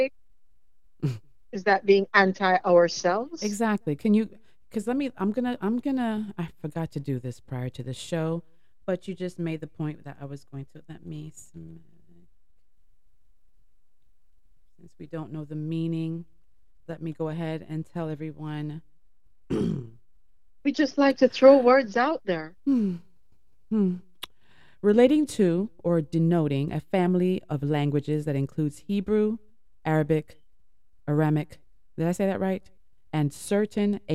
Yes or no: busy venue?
no